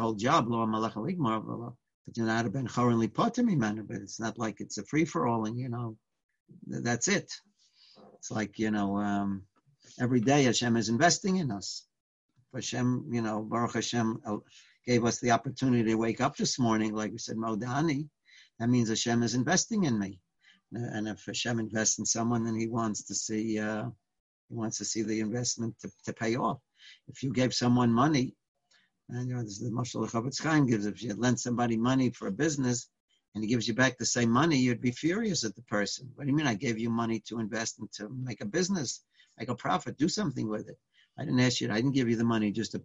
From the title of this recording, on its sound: Live On Zoom